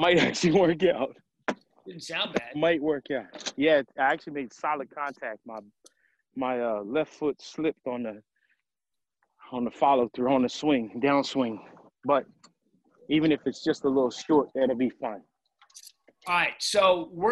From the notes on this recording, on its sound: Tee off this podcast literally from the tee. Live from the golf course.